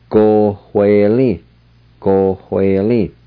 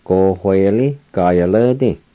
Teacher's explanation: there's an H sound between the O and the W.